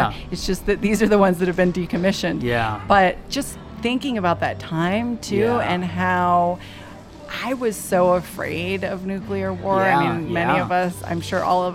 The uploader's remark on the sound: Live from Wall Drug. In the back yard of Wall Drug. They wind up back at Wall Drug, where they decided to record today’s episode.